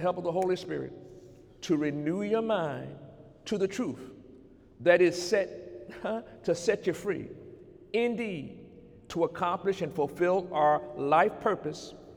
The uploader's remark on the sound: During Sunday morning service.